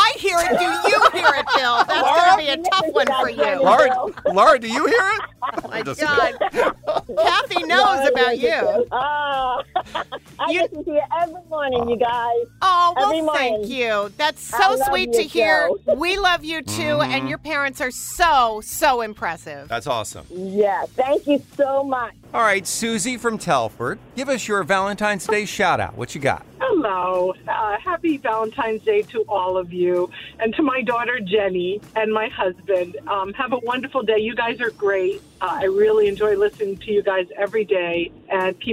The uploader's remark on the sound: Listeners call